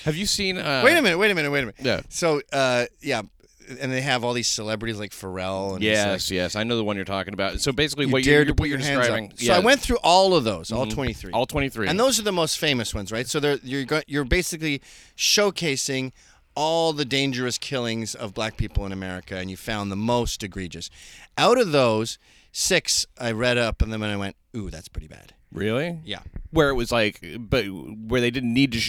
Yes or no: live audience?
no